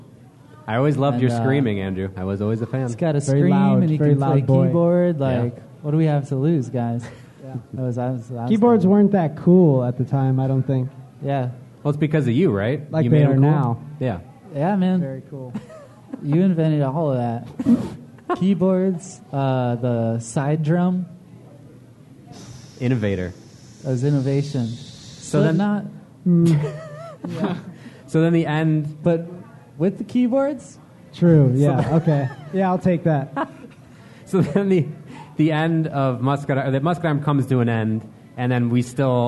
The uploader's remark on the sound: So, what better format than a live episode? This was recorded live at Epic Deli and the event raised over $500 for The Oasis in Grayslake!